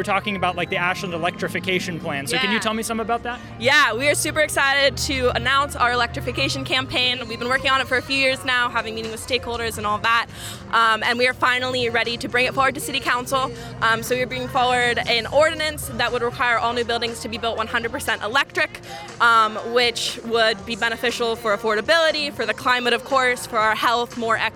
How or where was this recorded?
outdoors